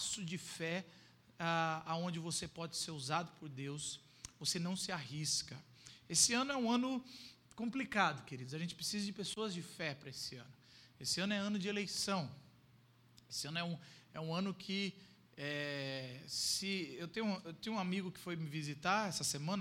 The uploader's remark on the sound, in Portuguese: Culto gravado em 14.